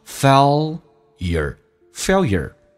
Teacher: 美式发音跟英式发音不一样，英式发音叫 failure,美式发音这个 L 提前发